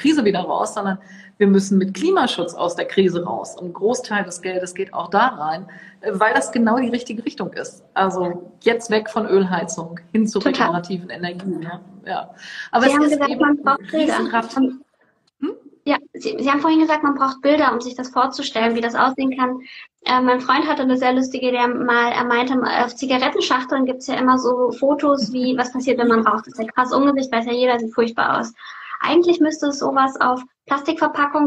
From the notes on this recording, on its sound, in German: Dieses Interview fand live auf Instagram statt